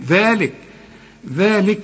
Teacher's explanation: ذلك طبعا في ألف بعد الذال علشان تطلع لسانك وتمد ألف كاملة